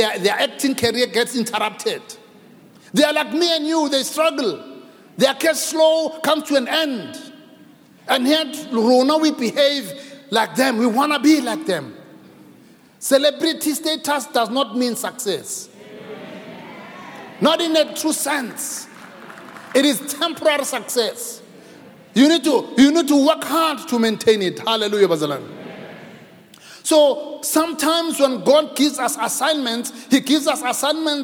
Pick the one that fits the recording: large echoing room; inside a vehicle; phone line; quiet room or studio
large echoing room